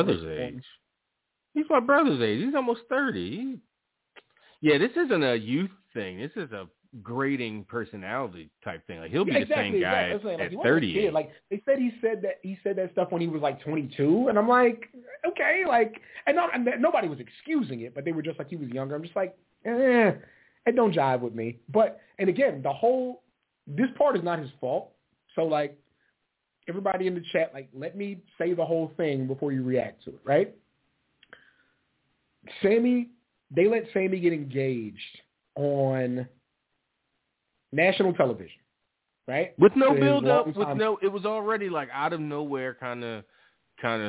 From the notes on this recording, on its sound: The guys are back live answering calls. Live callas and more.